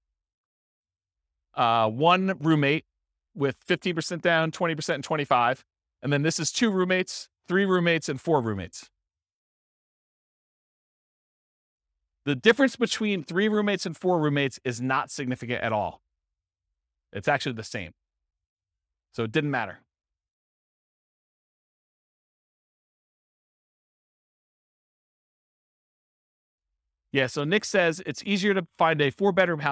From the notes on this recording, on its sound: This was a live class recorded